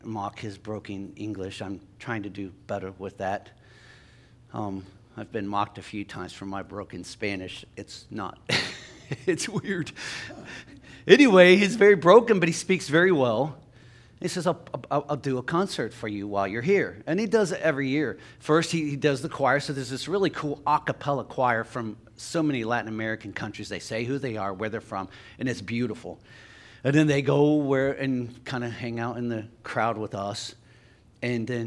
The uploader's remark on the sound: LIVE Services at Sunshine